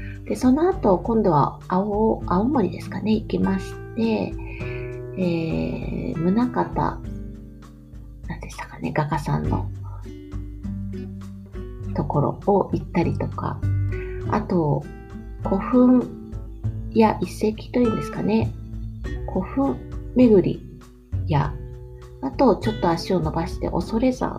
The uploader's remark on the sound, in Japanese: 梅雨ですね。窓を開けて雨音を聞きながら録音しました。